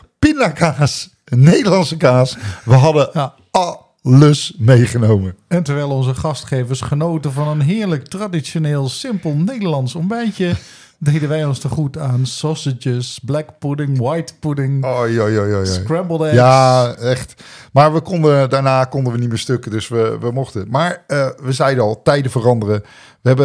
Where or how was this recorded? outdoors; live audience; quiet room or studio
quiet room or studio